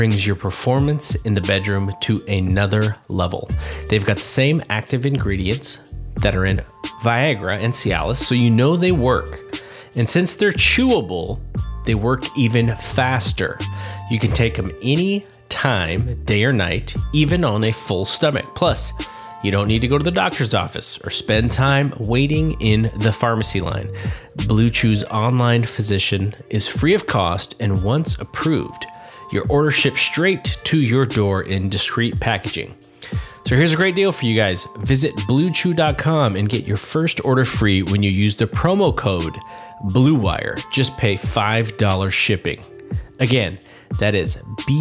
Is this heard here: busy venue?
no